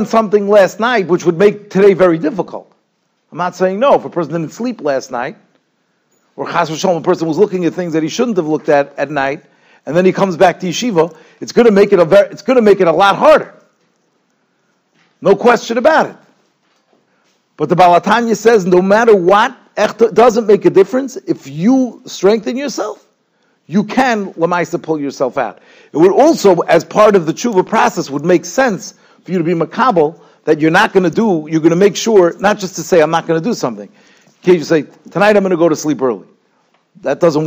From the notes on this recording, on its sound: Shiur recorded in Yeshivas Ohr Reuven, Monsey, NY.